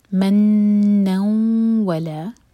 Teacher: तनवीन के बाद वाव है तो इदगाम गुन्ना के साथ